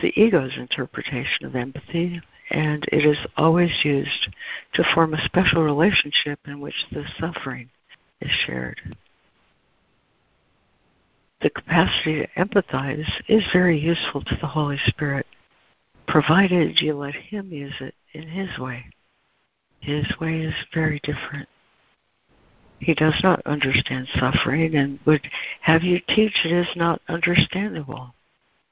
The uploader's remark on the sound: ACIM Daily Conference Call